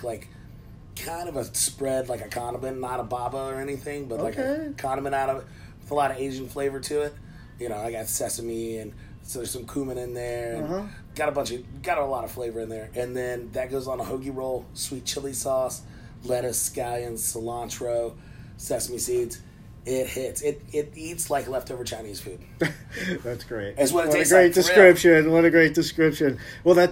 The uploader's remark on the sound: For the first time ever, I went into the field to record the podcast on site. At The Odditorium.